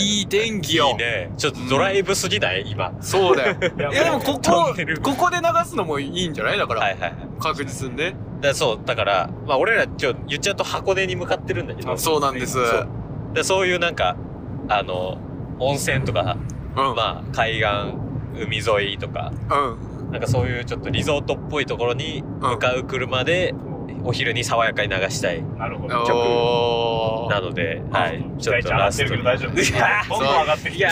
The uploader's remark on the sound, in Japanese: 車内での収録につき、音声が悪めです。今回はホドガヤを飛び出し車内で収録！